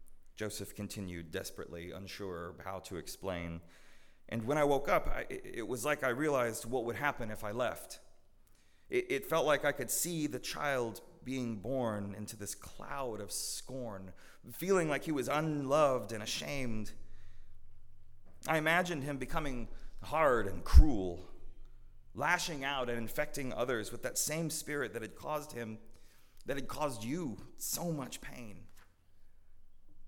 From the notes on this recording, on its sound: At Northminster Church.